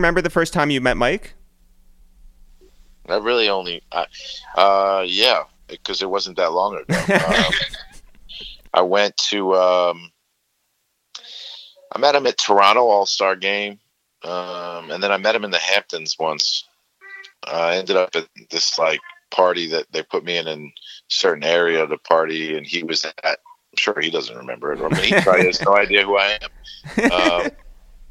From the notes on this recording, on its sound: We make calls from our Upper West Side apartment. Then we call down to New Jersey. Finally, we dial out to the Hamptons.